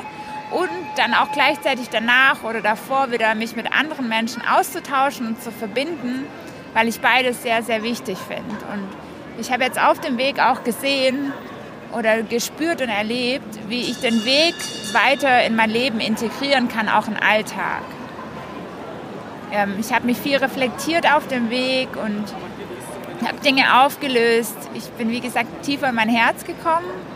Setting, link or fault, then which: setting, outdoors